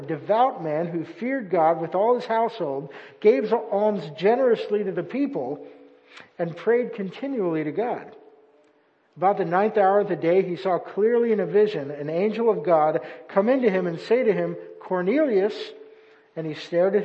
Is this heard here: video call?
no